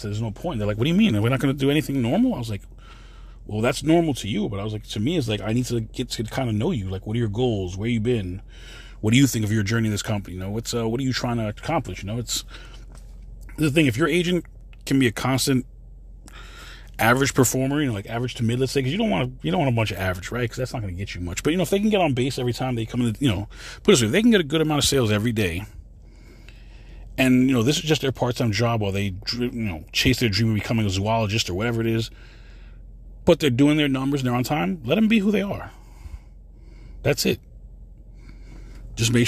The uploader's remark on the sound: this quick CarCast